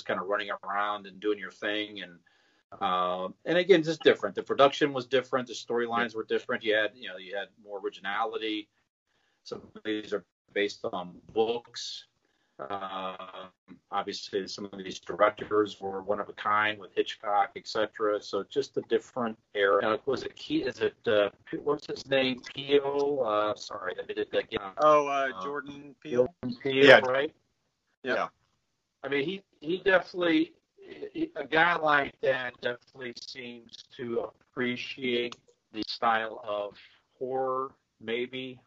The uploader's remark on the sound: We recorded via video call for first time to remain safely distant as 2 of us were exposed to COVID (excuse our audio).